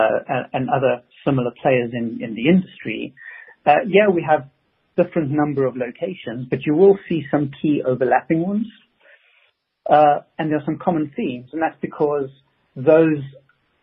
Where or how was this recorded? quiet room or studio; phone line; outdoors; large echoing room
phone line